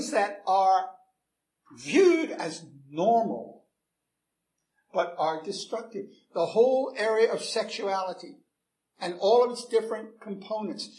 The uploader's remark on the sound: Recorded 7/24/2011 at Christ Church Anglican